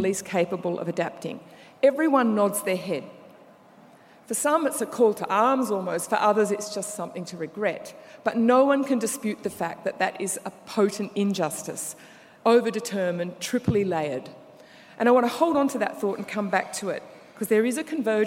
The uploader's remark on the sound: Keynote Conversation 3: 'EJ and Climate Governance' from the 'Environmental Justice 2017' Conference, held at the University of Sydney (6-8 November).